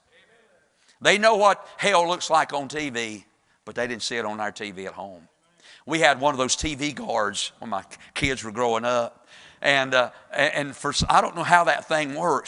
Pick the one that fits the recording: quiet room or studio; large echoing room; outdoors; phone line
large echoing room